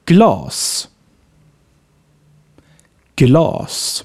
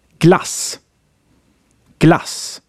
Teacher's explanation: The short A, ah, is spoken much closer to the opening of your mouth. · Shown in: second take · The mouth is also here wide open.